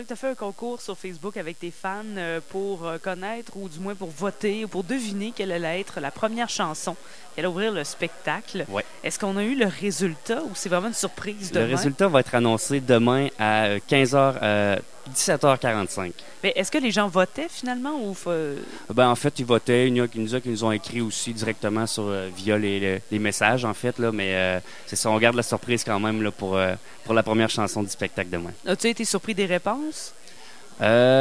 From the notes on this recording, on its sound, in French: Au Festival d'été, sur les ondes de CKRL 89,1 en direct du bar Le Sacrilège.